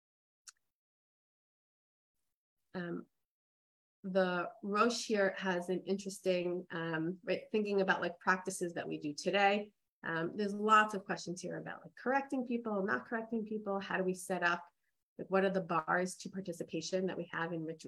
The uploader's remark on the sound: This audio was originally captured from Zoom.